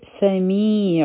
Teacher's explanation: سین چې دی په دې کې د سیټي آواز دی